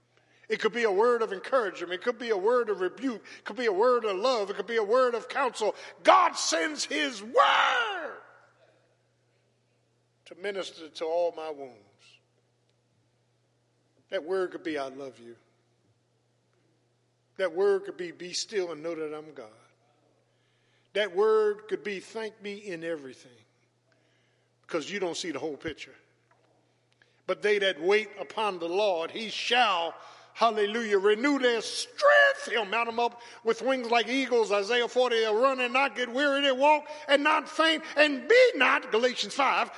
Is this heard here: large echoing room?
yes